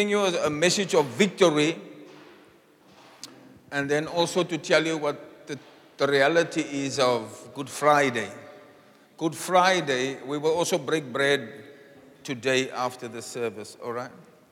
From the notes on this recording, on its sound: Preached on Good Friday Miracle Service at Zion Sanctuary, Cape Town